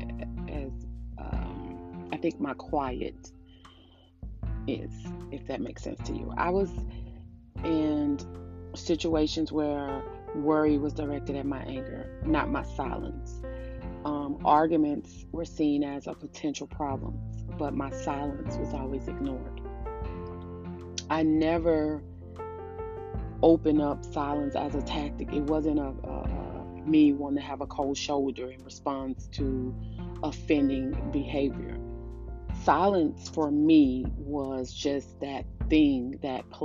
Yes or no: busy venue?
no